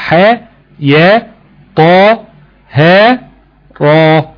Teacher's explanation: تنطق على حرفين بدون نطق الهمزة في آخرها، وتلحق بالمد الطبيعي وتمد بمقدار حركتين